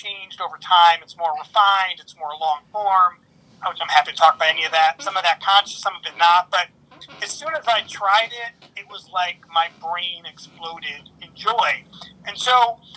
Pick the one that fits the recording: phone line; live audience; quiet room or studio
phone line